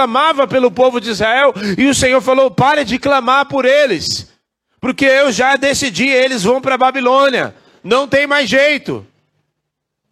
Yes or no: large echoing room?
yes